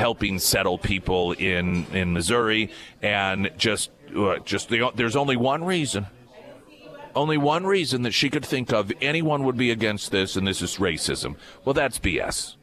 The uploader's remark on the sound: live at Scramblers Diner for the Friday Road Show